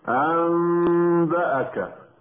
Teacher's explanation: يجد نفسه ينطق بميم مخفاة بدلا من النون الساكنة أو التنوين · Term: الإقلاب